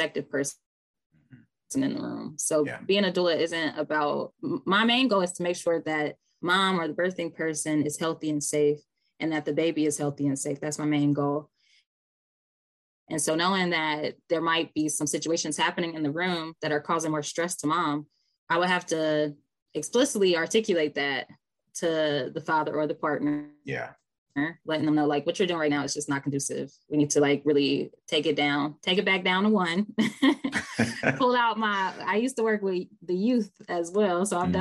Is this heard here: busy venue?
no